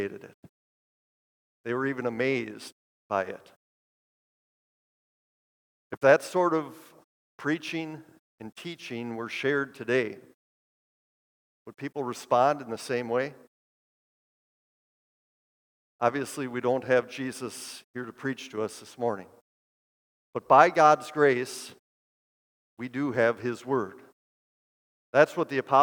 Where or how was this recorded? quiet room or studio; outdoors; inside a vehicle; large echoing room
large echoing room